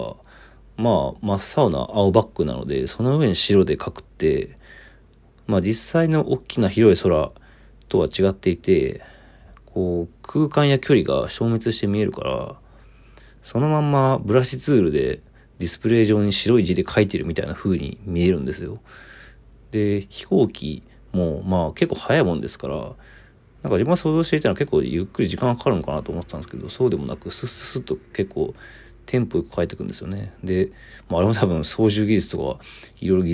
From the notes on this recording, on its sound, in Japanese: ボイスメモです。